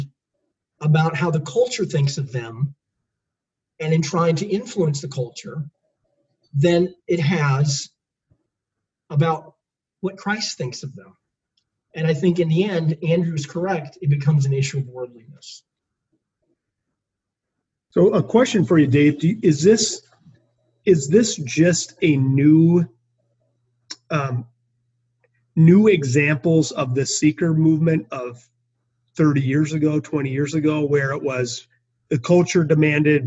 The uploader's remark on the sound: Here is the Podcast from our Zoom Event